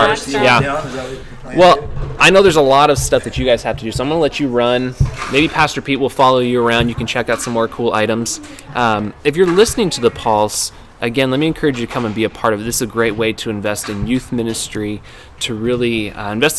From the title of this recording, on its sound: Live from the Youth Garage Sale